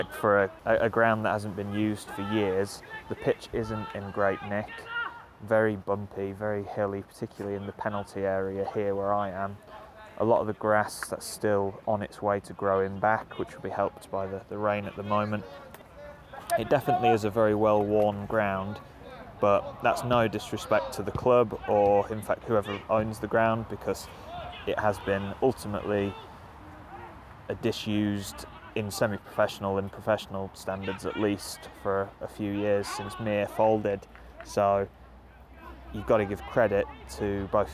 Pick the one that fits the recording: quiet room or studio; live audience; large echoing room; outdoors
outdoors